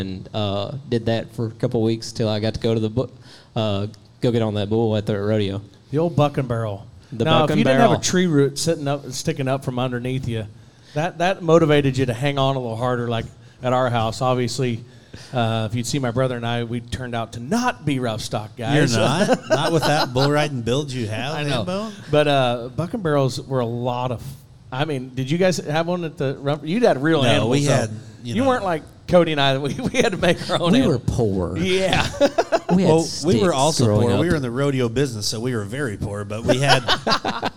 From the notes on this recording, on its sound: Joins us live at Brewster Street Pub in Corpus Christi! We are in town for the Buc Days WCRA Rodeo!